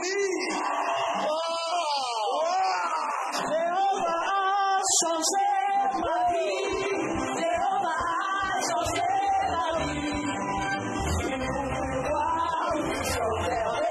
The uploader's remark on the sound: Preached at the Healing Jesus Crusade June 2023, Libreville-Gabon.